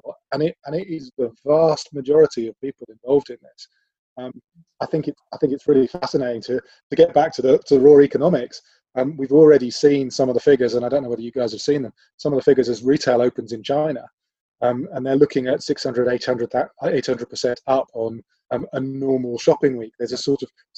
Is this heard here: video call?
yes